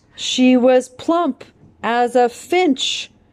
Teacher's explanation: So you have this double stress on plump and finch, and then two unstressed sounds, she was, and another two unstressed sounds, as ah. · So we have a triad of sounds unstressed, unstressed, and stressed. · Term: anapestic rhythm